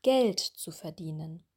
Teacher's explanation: wir würden Geld betonen